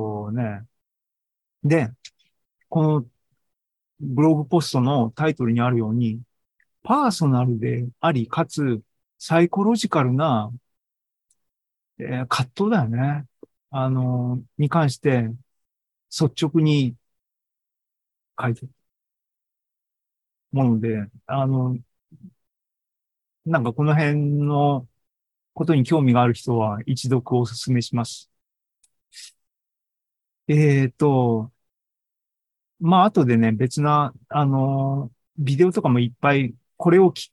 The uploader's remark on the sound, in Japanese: シーズン４４は２０２３年８月２６日に開催した ZOOMライブの模様です。